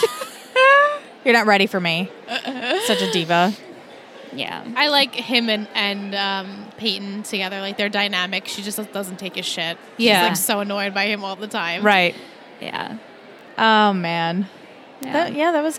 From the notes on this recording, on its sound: Recorded LIVE from TRIC.